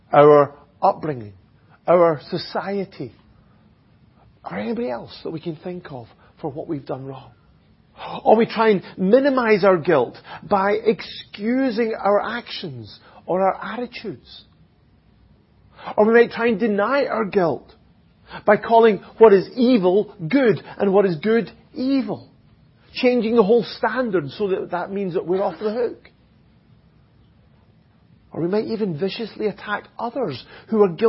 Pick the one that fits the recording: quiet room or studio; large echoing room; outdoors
large echoing room